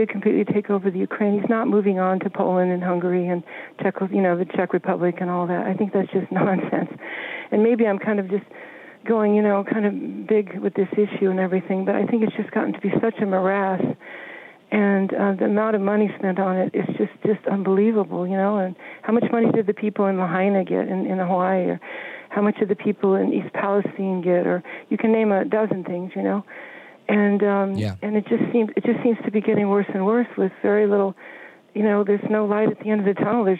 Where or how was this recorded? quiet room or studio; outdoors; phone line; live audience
phone line